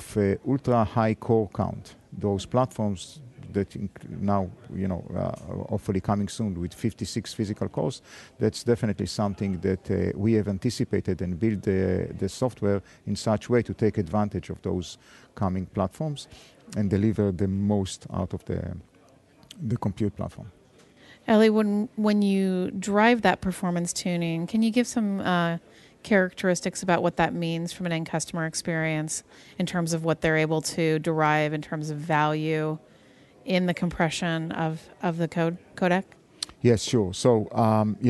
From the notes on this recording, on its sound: Intel Chip Chat LIVE from IBC 19 in Amsterdam.